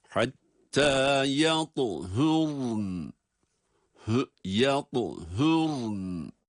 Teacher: Ra'yı telaffuz ettikten sonra da hemen arkasından cezimli nunu ilave ediyoruz.